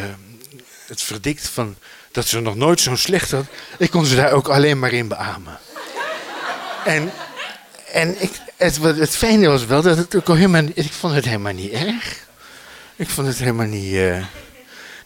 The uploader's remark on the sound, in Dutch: Bevond die hoek zich in Oostende voor een publiek van 1.500 kinderen.